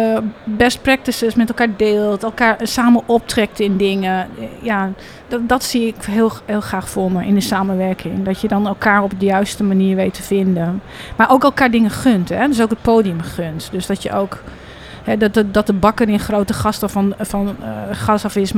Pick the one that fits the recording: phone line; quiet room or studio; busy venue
busy venue